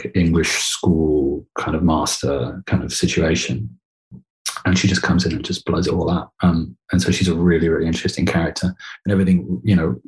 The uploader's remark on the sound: Sits down across Zoom with the show's director.